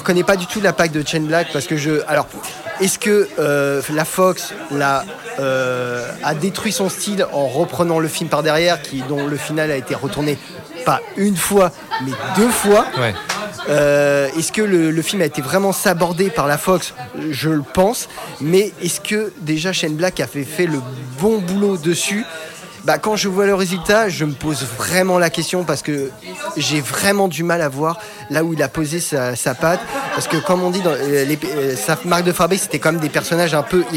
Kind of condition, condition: setting, busy venue